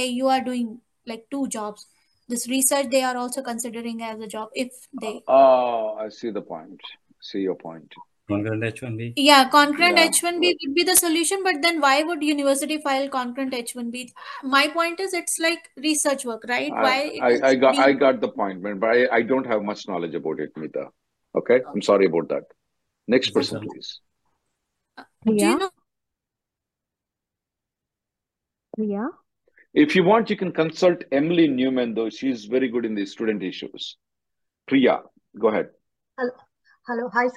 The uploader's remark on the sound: Conference Call